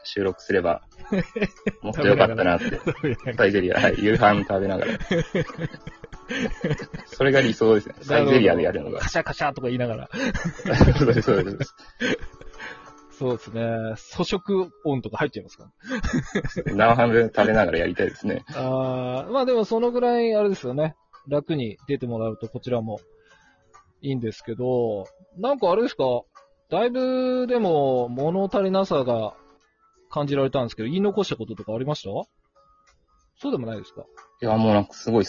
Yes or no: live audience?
no